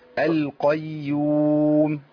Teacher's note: القيو لا انا بتكلم على تخليص القاف من الياء، القاف مفخمه تفخيم عالي بس خلص الياء منها. القيوم.